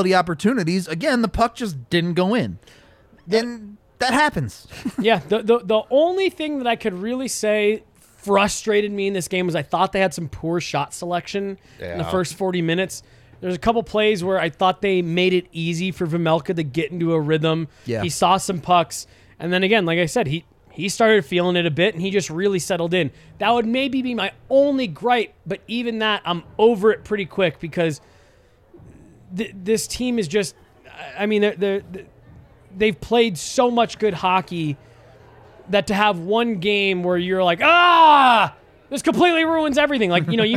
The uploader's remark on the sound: come to you LIVE from the DNVR Bar